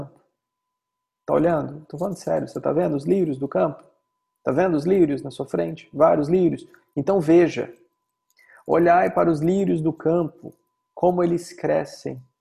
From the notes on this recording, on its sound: Online via Zoom.